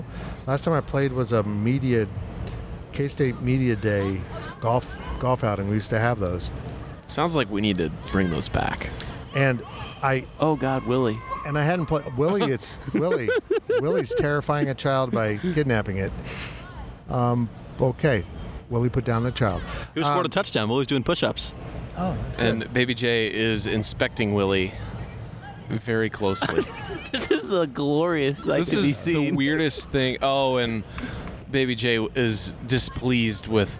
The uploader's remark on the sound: Recorded last week from Big 12 Media Days inside AT&T Stadium in Arlington, Texas, this week's overtime includes many great questions and some live play-by-play of Big 12 mascots having way too much fun.